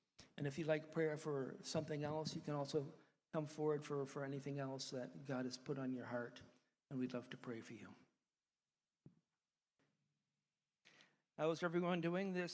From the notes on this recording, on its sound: one of the sermons preached during our church service